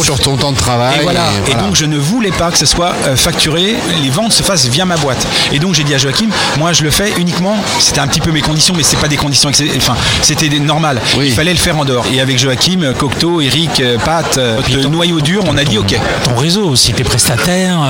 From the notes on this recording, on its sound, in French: Podcast En direct du Dock B à Pantin.